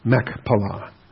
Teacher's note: I tend to get guttural with it, and I shouldn't get guttural with it. It's not Mach, it's Mech, with a cough.